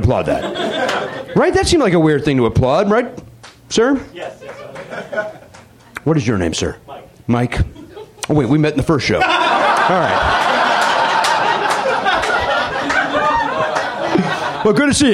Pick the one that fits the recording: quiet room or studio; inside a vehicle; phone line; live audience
live audience